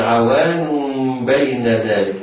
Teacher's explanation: كلمة عوان منونة بالضم التنوين حكمه الإقلاب لوقوع الباء بعده